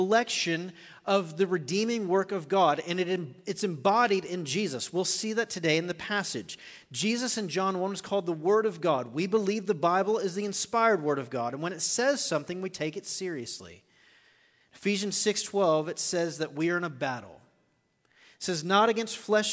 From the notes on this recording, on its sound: Recorded live at The Fellowship at Two Rivers.